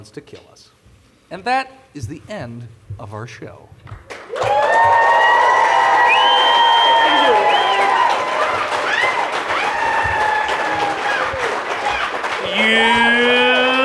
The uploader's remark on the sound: This is our live show at Dragoncon 2023! If you’re wondering why the audio quality is a little different from most other episodes, its because we recorded it live in a grand ballroom in front of a live audience!